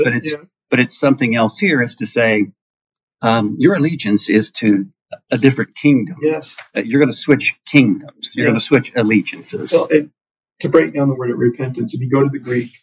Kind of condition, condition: fault, poor sound quality